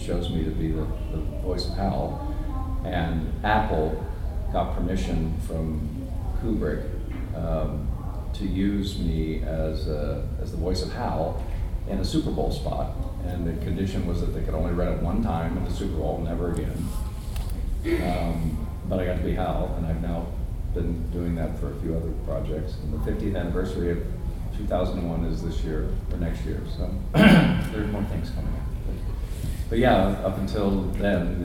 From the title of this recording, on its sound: Panel Gulf Coast Fan Fest 2018